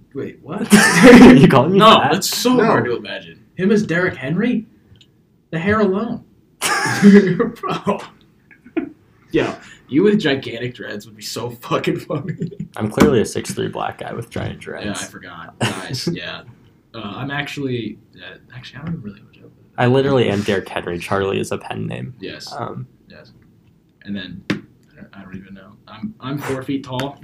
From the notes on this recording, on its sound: due to some *technical* difficulties this is a bit of a strange one